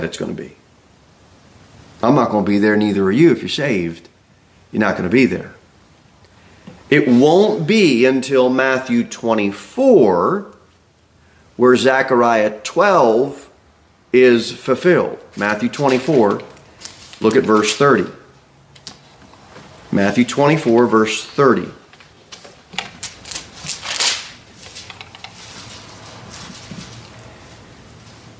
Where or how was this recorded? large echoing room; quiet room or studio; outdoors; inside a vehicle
large echoing room